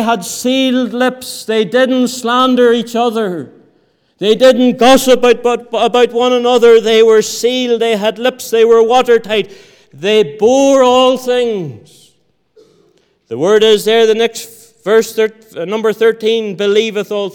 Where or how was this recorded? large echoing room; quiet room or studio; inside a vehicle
large echoing room